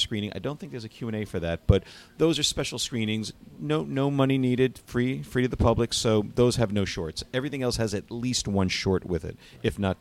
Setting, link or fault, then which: setting, busy venue